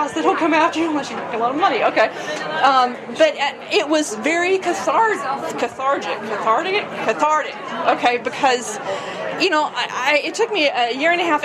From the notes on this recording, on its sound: Tent Talk at the Tucson Festival of Books 2017. Independent authors have an area where they can talk about their books and take audience questions.